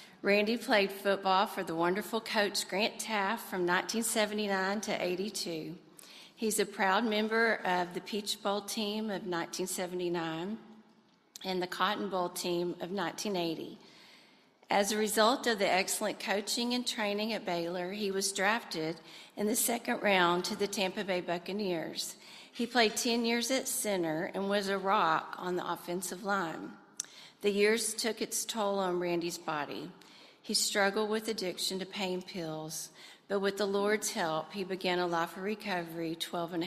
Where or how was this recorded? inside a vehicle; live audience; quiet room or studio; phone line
live audience